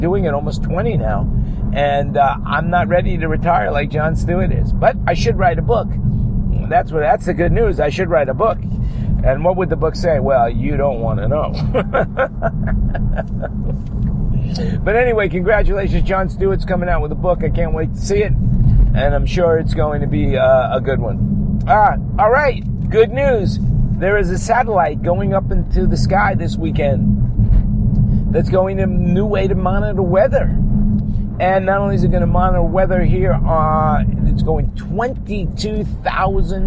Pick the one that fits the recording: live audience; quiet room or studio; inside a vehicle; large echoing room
inside a vehicle